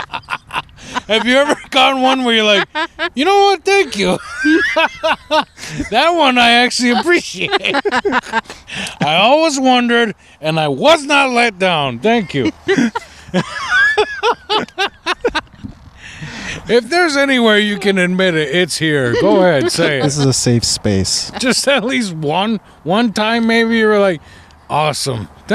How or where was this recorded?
outdoors